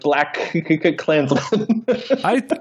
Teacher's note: you just emphasize the second syllable a little bit